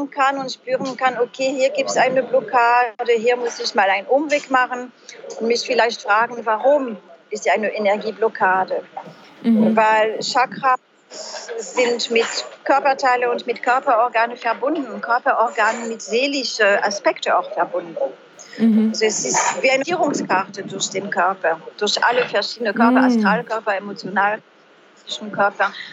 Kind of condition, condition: setting, busy venue